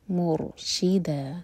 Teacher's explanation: را ساکن ہیوی کیونکہ را ساکن سے پہلے ہے ضمہ